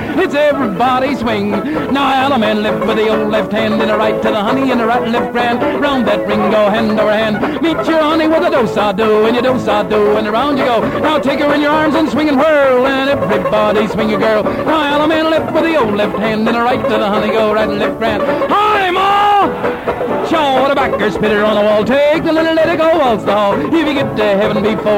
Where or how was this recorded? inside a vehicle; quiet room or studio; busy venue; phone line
busy venue